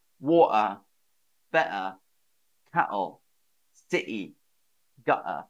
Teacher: you may hear some British people drop the T altogether